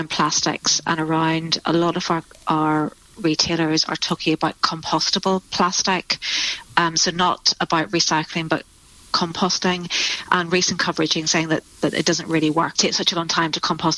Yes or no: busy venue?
no